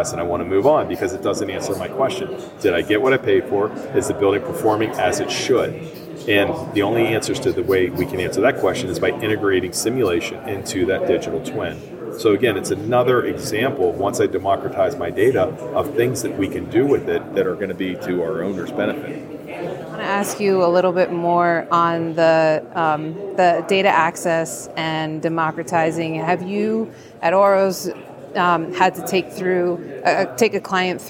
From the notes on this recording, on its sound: recorded at the Passive House Network Conference